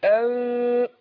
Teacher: أنا باجي أنطقها بنطقها مع الإخفاء وما بطبقش الشفتين، بيبقى فيه انفراج يسير · Term: ميم الإقلاب